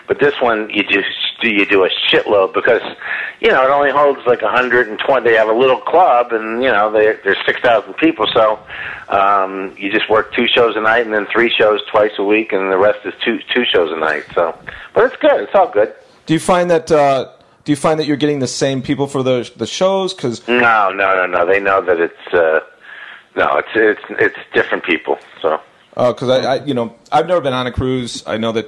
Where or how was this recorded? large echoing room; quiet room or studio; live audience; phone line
phone line